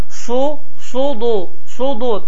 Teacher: sudu sab hərfidir. Sad hərfi bildiyimiz kimi qalın hərflərdəndir və dammalı olduğu halda qalın bir formada su, sudu, sudu kimi oxunar.